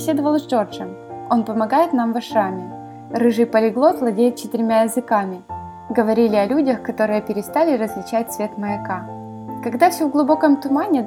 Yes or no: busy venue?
no